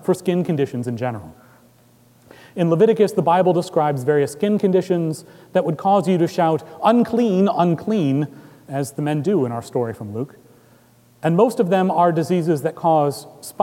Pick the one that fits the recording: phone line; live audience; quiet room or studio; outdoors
live audience